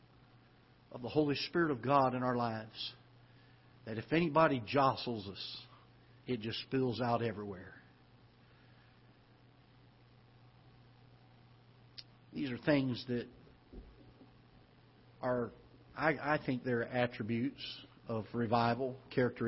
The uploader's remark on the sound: Ketha Heights Baptist Church ~ Live Broadcast